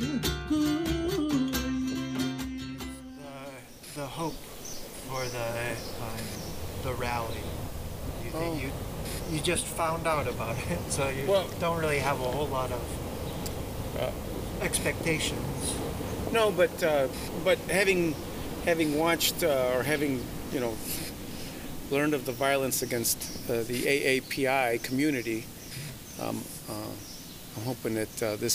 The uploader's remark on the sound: Recorded at a rally in response to Asian hate crimes held at The Buddhist Temple of Chicago in the Uptown Community.